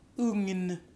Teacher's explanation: So GN, you actually pronounce the first thing as an NG and then another N. · IPA: [ŋn]